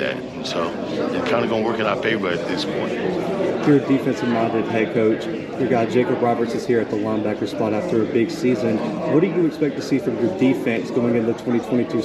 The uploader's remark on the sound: The Bluebloods are live from Big South Media Day in Charlotte, NC.